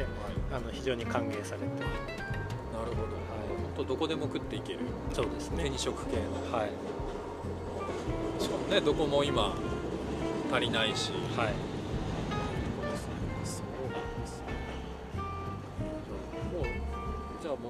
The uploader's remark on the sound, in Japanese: まちなかの川べりで収録しているので、虫の声や路面電車の音などが入っております。